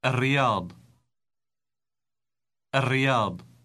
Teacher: Note how the L in the article is pronounced R.